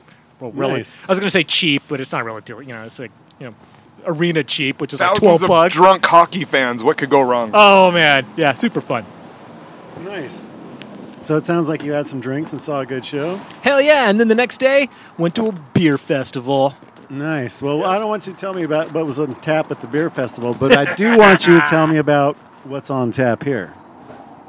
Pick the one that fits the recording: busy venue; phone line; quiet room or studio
busy venue